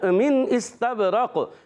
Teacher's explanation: نون ساکنہ حمزہ آ گیا ہے، یہاں پر اظہار ہلکی کا قاعدہ ہوگا. نون کو ظاہر کریں گے، غنہ نہیں کریں گے. اس سین کو ظاہر کریں گے سیٹی کے ساتھ، اس سیٹی نکالیں گے.